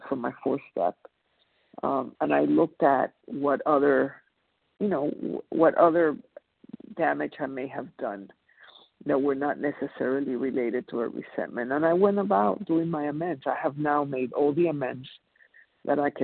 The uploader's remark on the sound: 100 Pounders Phone Meeting